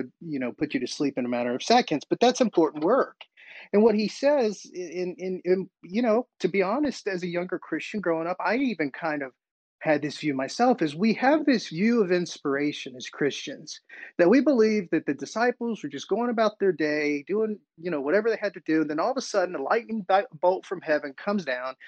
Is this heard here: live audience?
no